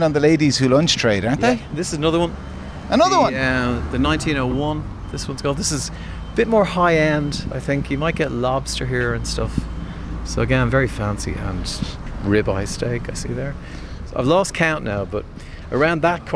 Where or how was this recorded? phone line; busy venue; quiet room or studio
busy venue